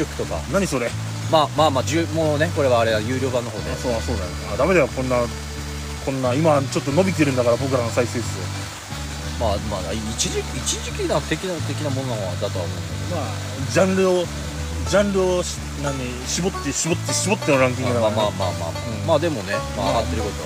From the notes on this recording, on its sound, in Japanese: 雨の中での収録となりました。雨の音で聴きにくくなっておりますが。